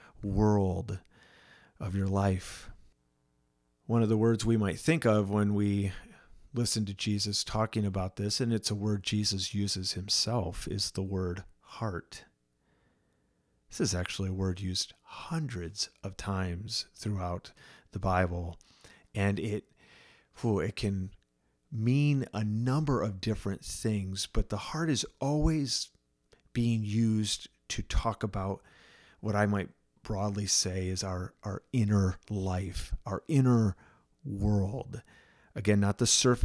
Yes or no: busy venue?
no